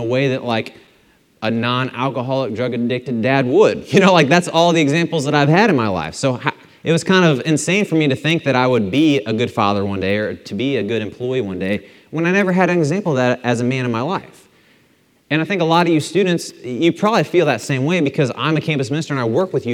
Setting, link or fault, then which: setting, large echoing room